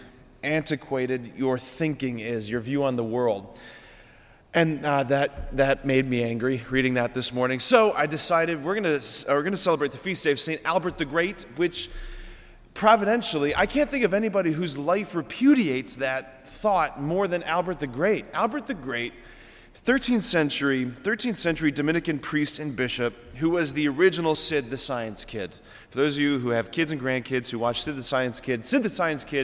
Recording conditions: large echoing room